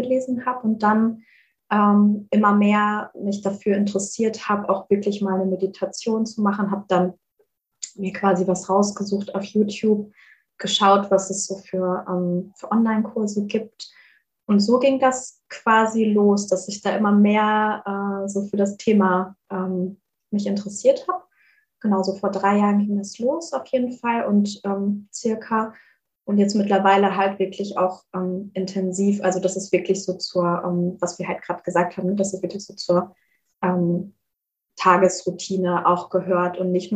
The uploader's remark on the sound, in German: Hatten wir auch diesmal wieder ein paar Soundprobleme, da wir die Folge über Zoom aufnehmen mussten. Leider hört man dies etwas.